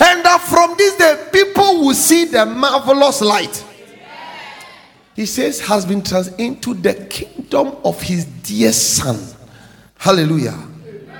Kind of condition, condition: setting, large echoing room